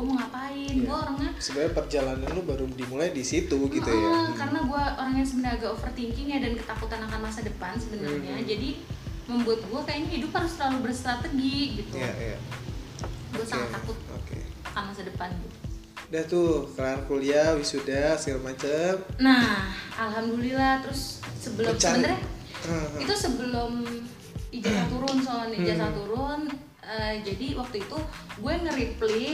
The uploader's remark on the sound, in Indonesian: maaf jika masih banyak noise